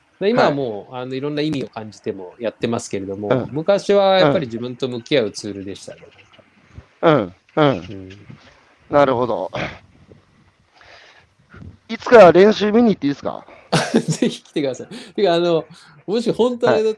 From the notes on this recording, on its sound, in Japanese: 歩きながら1時間、対談する